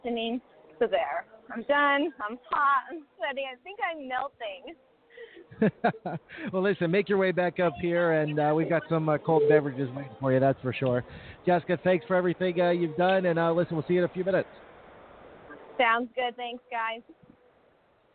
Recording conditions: busy venue